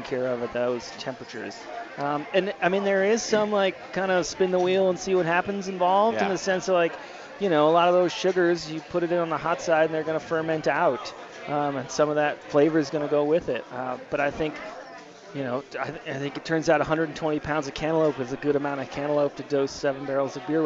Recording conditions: busy venue